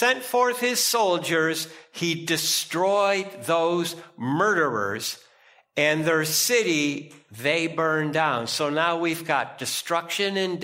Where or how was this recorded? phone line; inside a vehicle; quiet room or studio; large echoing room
large echoing room